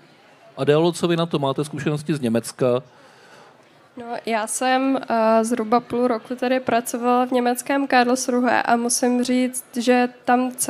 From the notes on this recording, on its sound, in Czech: V rámci festivalu Den Evropy na Střeleckém ostrově.